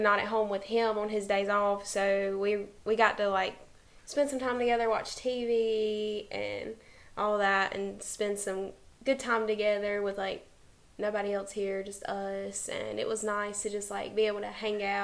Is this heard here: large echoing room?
no